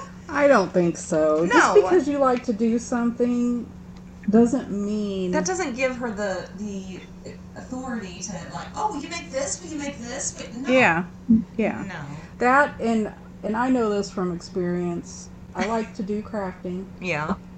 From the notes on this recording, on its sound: Just a heads up about the audio on this one......it's not great.